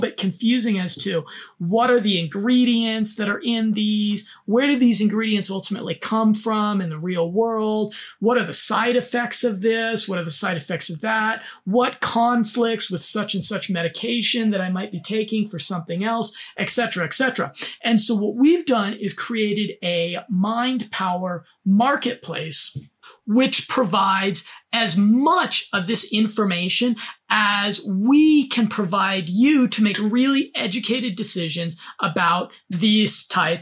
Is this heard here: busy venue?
no